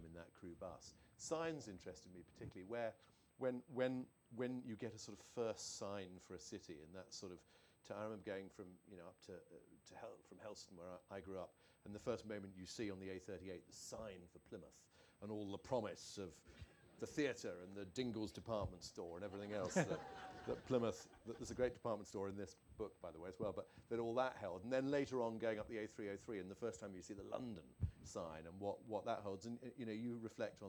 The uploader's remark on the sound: In the final talk of the 2022 North Cornwall BooK Festival